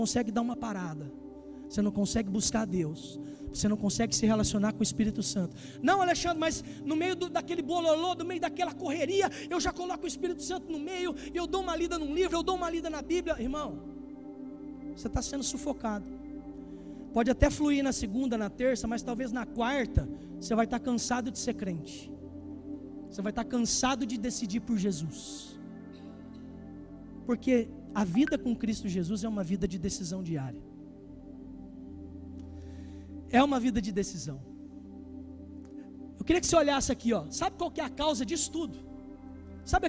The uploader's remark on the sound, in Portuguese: Culto ao vivo